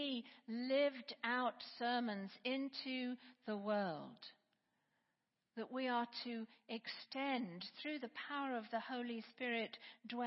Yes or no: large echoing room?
yes